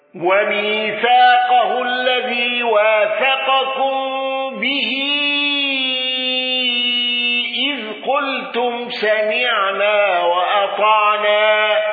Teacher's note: قالون بتوسط المنفصل وسكون ميم الجمع